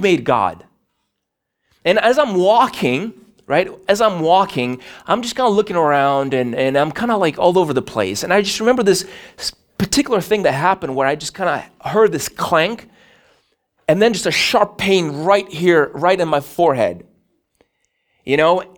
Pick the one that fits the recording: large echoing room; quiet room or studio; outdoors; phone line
large echoing room